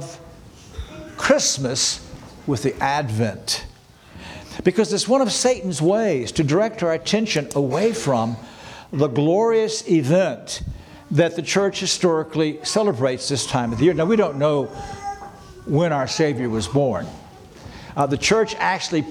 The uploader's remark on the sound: This sermon was preached on December 24, 2023 at Antioch Presbyterian Church, a mission work of Calvary Presbytery of the Presbyterian Church in America located in Woodruff, South Carolina.